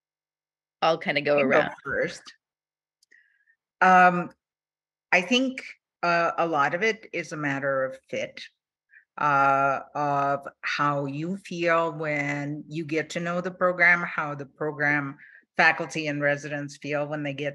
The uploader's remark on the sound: This episode of the DIGA podcast is a recording of the combined DIGA and Association of Professors of Dermatology Webinar.